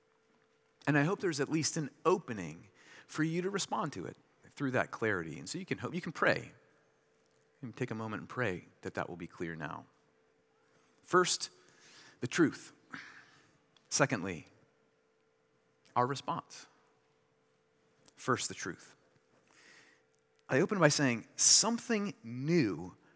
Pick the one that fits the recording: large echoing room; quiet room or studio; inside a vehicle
large echoing room